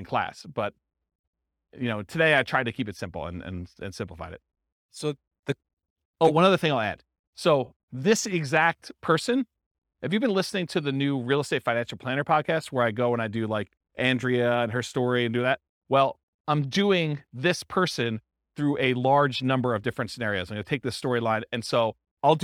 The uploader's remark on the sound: This was a live class recorded